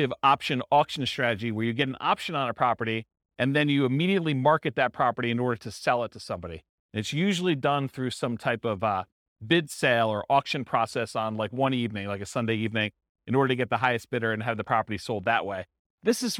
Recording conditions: live audience